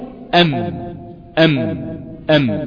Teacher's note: فالهواء الخارج من الداخل وجد المخرج مغلق فرجع وخرج من الخيشوم، لانه لم يجد مخرجا يخرج منه، فخرجت الميم بغنة في جسم حرفها او في جسم الحرف نفسه، فاقول ام ام ام.